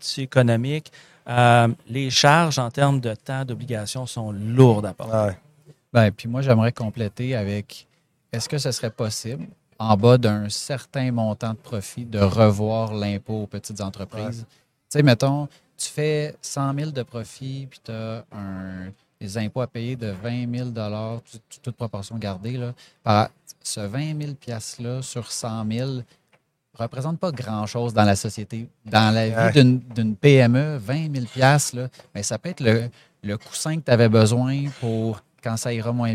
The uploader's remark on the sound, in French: en direct de Stratégies PME